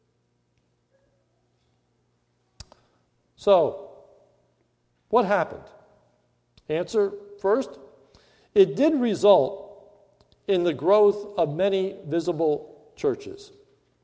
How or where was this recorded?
large echoing room